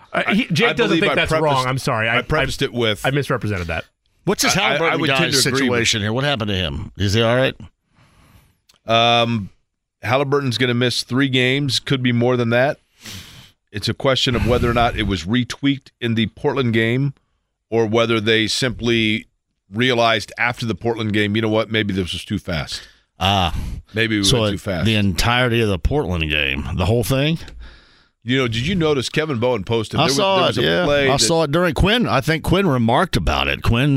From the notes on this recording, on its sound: having listeners call into the show